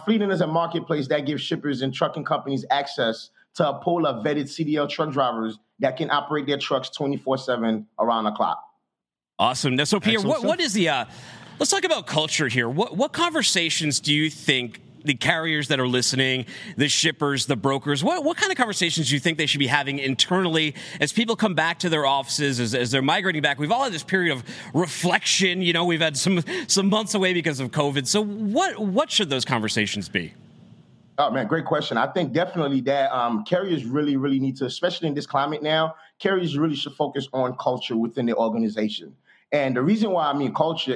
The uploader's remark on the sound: LIVE from Carrier Summit